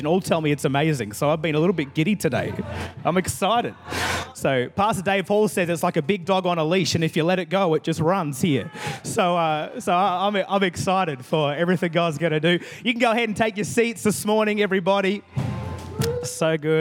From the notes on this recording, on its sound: Recorded in the 9am service on Sunday, 25th September 2022